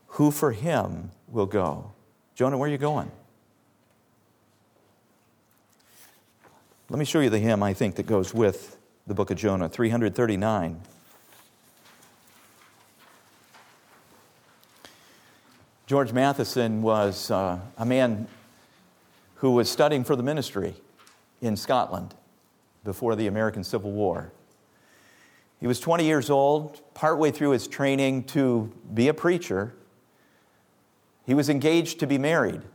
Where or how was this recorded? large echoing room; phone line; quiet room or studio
large echoing room